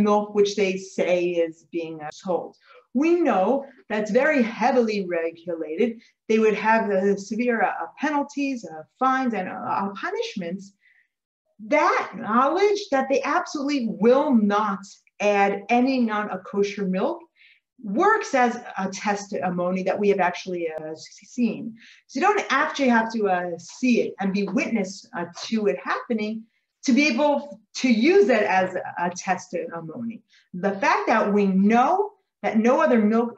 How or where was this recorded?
video call